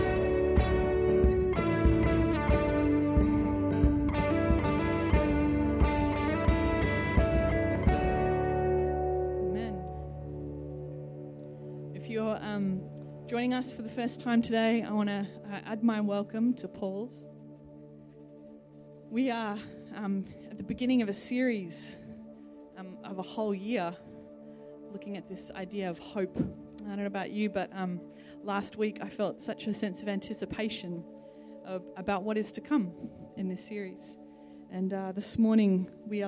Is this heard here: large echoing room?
yes